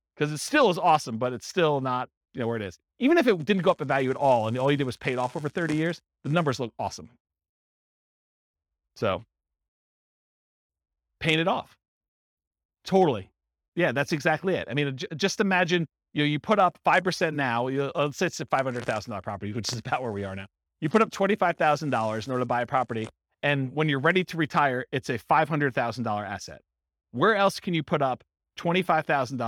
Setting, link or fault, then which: setting, live audience